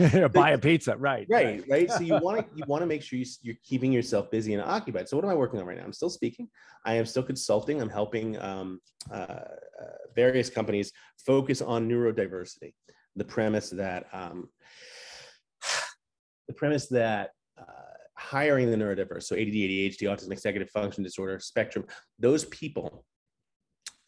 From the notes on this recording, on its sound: We sat down (virtually)